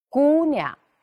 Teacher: 第二个轻声音节，它的音长读得短了，那么第一个音节呢，相对来说，哎，要加长一点